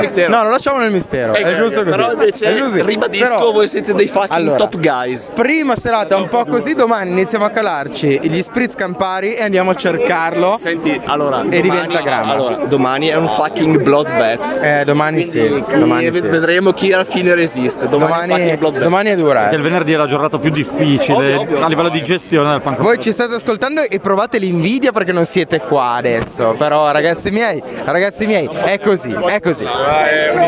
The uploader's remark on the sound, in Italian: in diretta dal PUNK ROCK RADUNO